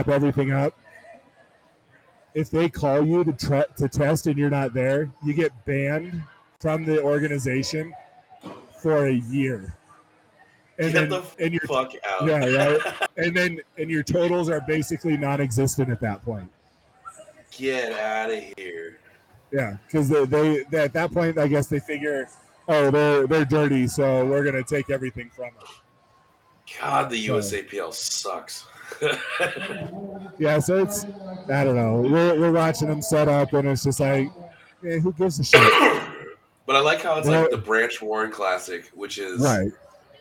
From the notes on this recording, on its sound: Live from #crownmountain